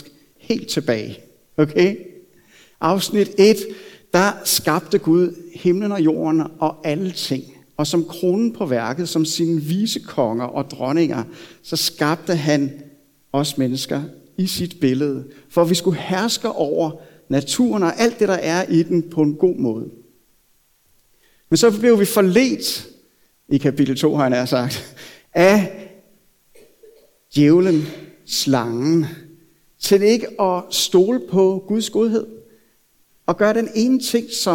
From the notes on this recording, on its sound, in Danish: prædiken er optaget fra Københavnerkirken